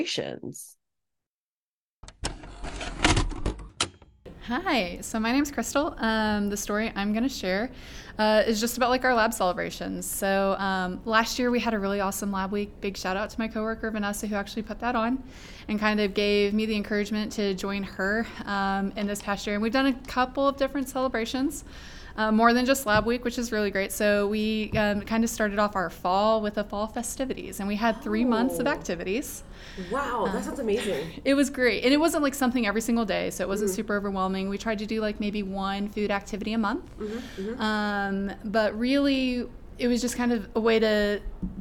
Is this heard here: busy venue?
yes